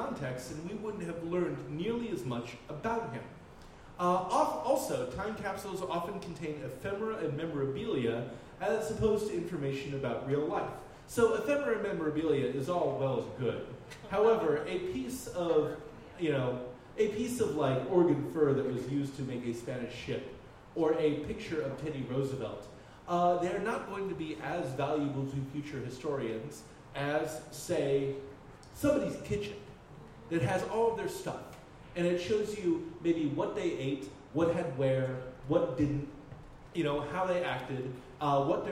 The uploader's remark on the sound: Live at the Jack London Bar